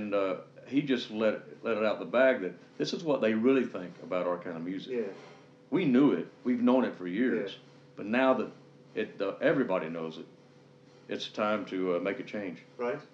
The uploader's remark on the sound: interviewed prior to his performance at The Cluny